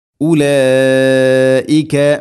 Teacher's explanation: ഉലഈക മദ് മുത്തസിലാണ്, നിർബന്ധമായിട്ടും നാലോ അഞ്ചോ ഹർക്കത്തിൻ്റെ ഖദറിൽ അത് നീട്ടണം